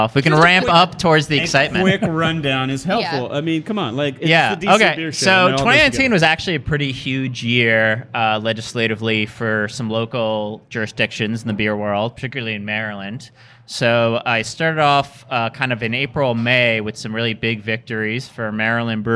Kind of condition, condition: setting, busy venue